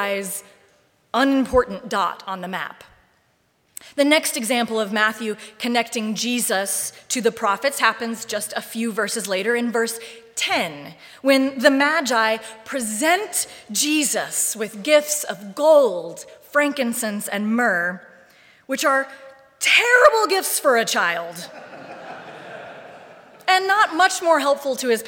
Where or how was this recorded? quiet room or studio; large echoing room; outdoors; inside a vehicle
large echoing room